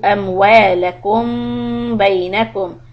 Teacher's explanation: The meme followed by letter ba. This we are going to stop for two حركات. In the Uthmani Mushaf, this meme will have no sukoon, and you will do the same thing as an idgham, but in an idgham there's a baby meme, but this is a natural meme, but it works the same way. · Term: ikhfa shafawi